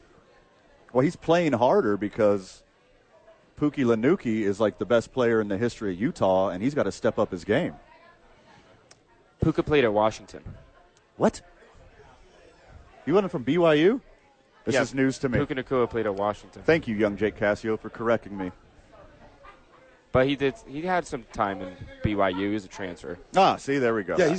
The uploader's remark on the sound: Live from Howies!